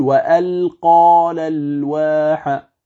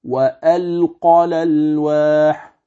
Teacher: يمد الألف التي بعد القاف فيقول وألقى الألواح، وهذا خطأ · Shown in: first take · والصواب وألقى الألواح، هذا الصواب.